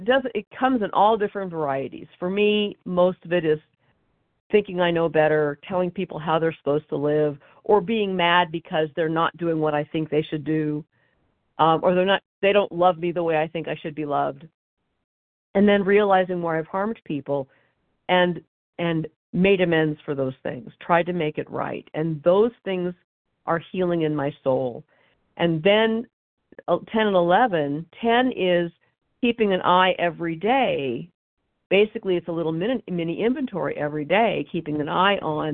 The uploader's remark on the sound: 100 Pounders Phone Meeting, 2/25/23